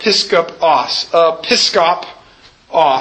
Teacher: They basically took the word episkopos and the first syllable and the last syllable essentially dropped out.